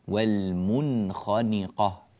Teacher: هذه النون في كلمة المنخنقة نون مظهرة، والمنخنقة وليس والمنخنقة، بعض الناس يأتي بإخفاء هنا، لا يصح، والمنخنقة بهذه الطريقة.